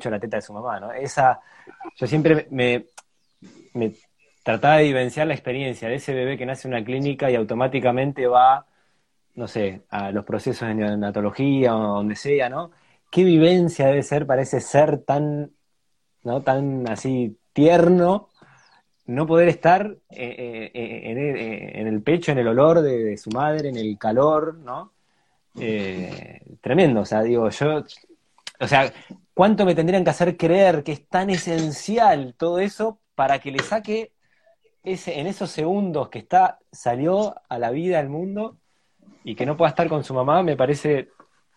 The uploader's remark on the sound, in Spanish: Audio de la charla en vivo por Instagram